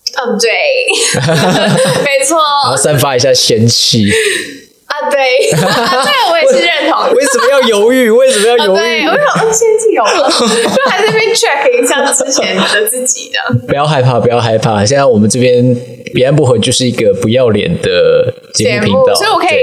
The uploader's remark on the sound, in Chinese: 這集的收音麥克風有點狀況，如果有不適請見諒。